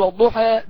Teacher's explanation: طب ما هو في ناس بيقرأوا بالتقليل زي ورش مثلا ليه وجه بالتقليل يقول والضحى بين الفتح وبين الإمالة